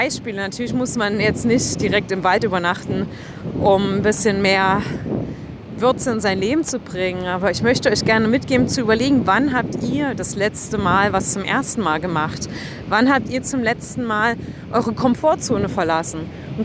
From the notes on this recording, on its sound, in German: Diese Episode habe ich am Strand von Piha an der Westküste von Neuseeland aufgenommen. Ich bitte den schlechten Ton am Anfang zu entschuldigen.